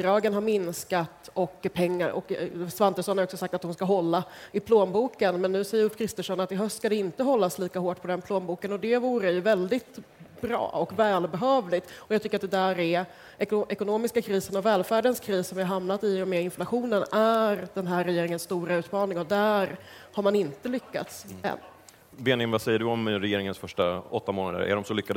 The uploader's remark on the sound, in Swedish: Livepodd från Almedalen